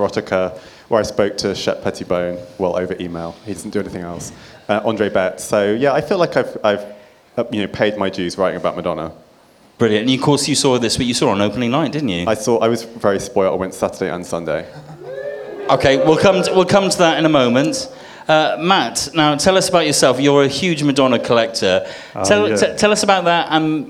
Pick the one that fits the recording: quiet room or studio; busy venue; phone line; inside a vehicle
busy venue